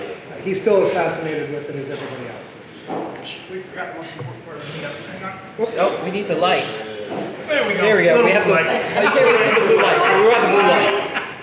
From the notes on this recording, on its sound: The NY Meetup. For the first and last New York meetup. This audio was recorded live.